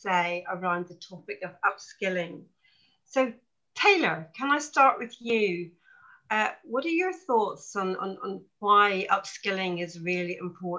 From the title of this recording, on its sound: 2021 Series Webinar 4